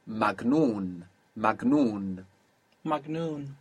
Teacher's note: this G, which is pronounced G in Egypt, in classical Arabic is like J.